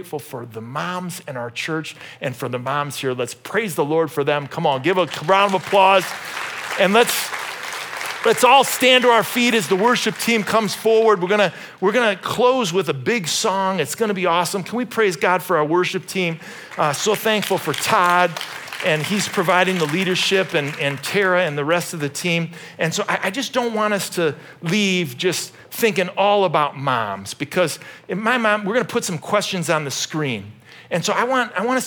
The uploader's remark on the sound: This message was originally preached at Highpoint Church on Sunday, May 14, 2023.